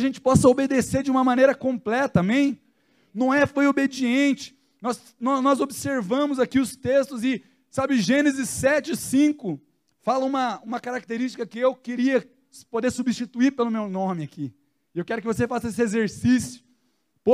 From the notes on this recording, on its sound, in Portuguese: Na Igreja ABA Curitiba (Transmitido ao vivo).